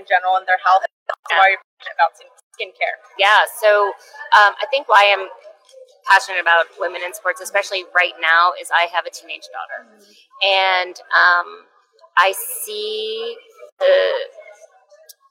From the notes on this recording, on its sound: live at the Dermveda Integrative Skin Care Wellness Fair from the Sheraton Grand Sacramento